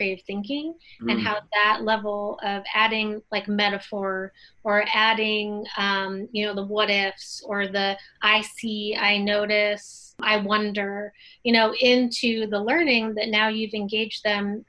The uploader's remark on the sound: In this episode of Inside the Box, we Zoomed